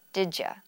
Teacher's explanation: we're actually introducing a totally new sound, j, that isn't present in the word did or in the word you. But as we combine those sounds together, they blend, and our tongue and mouth muscles are preparing for the next sound so that this extra sound is produced in the phrase. · Term: blend sounds together